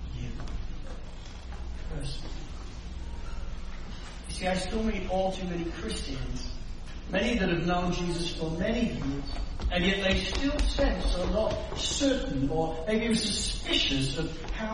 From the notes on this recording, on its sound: Sermon recording from Sunday 7 May 2023